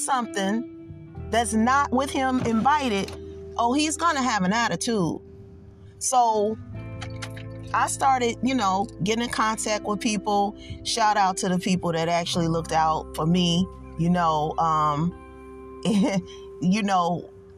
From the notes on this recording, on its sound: I was in my car and decided to pull over